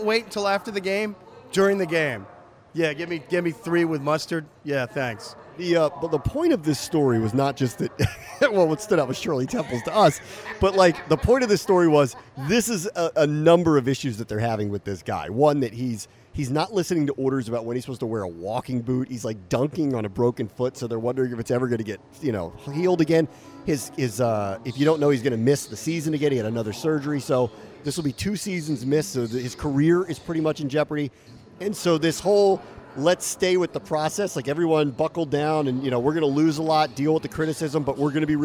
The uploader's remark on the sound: There’s no better place for our resident pair of degenerates to record their latest show than the racetrack. Posted up at Laurel Park for Maryland Millions Day. Taking wild race predictions from a nearby pair of mother-daughter prognosticators.